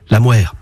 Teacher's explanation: la consonne initiale se labialise. On avance les lèvres. La mère. Et puis, jusqu'au XVIIIe siècle, on roulait le R, ce qui le rend très proche d'un L.